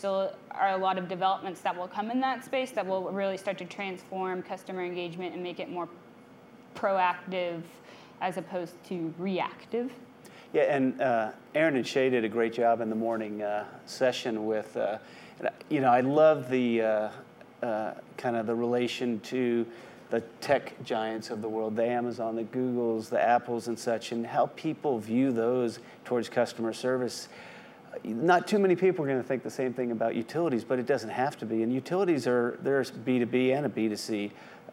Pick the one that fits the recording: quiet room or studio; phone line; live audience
live audience